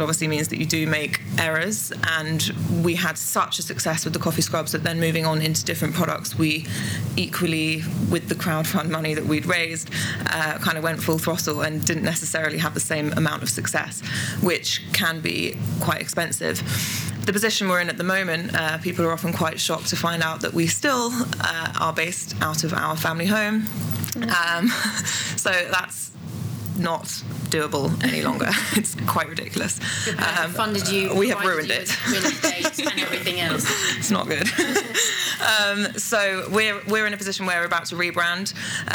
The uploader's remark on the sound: This in-conversation was recorded on the Eat Drink Vegan stage at Vevolution Festival 2018.